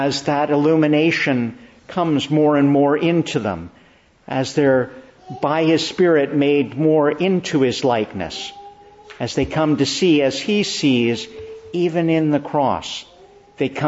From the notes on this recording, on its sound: Preached in the Church of the Annunciation, Ottawa